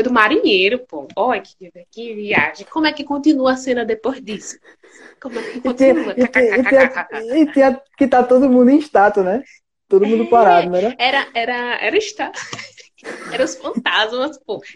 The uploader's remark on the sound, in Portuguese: Este episódio surgiu de uma Live no instagram